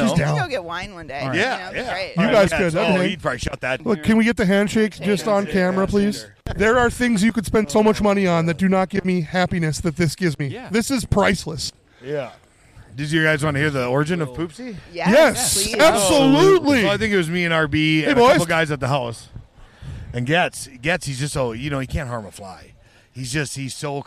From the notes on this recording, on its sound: Coming to you from the beautiful Wildwood Golf Course in Burlington, ND it's the first annual Kirk Elm Classic.